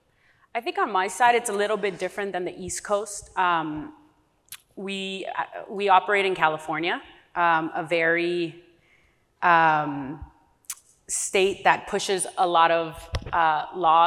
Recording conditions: busy venue